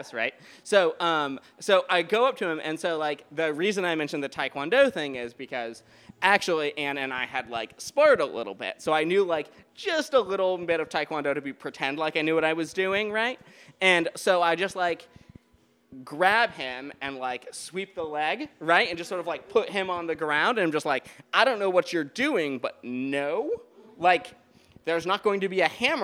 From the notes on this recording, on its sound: A special Listener Lore from our Live 2019 Halloween Show at The Goat House Biergarten!